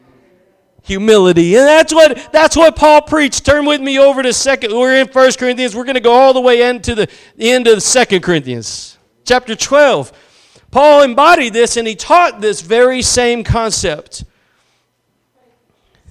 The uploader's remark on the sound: Preached at Gospel Lighthouse in Bossier City, La.